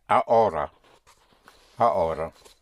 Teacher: the H is not pronounced in Spanish